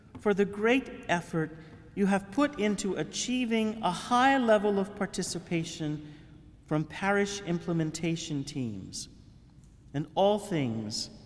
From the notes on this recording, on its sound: Homily for the Holy Thursday Chrism Mass given at the Cathedral of St Francis de Sales in Houma.